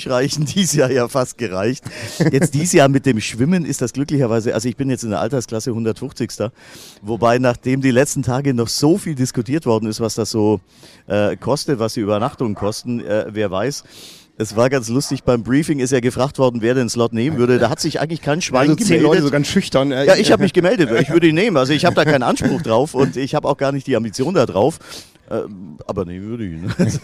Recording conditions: outdoors